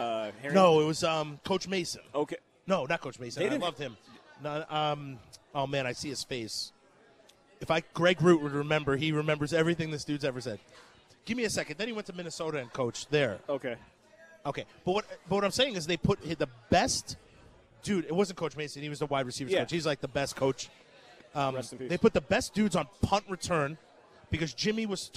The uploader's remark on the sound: live at Monk's in Sun Prairie